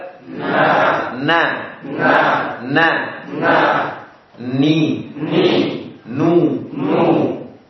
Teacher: Ujung lidah dengan apa? Dengan gusi dua gigi seri atas.